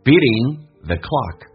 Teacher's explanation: the 用降调读非实义词汇一闪而过